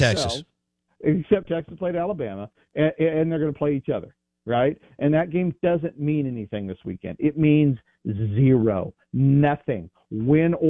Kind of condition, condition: link, phone line